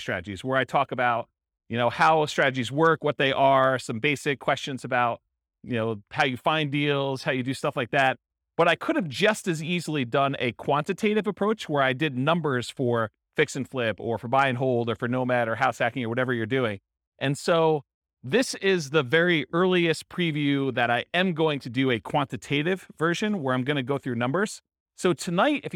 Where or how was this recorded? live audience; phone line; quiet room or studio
live audience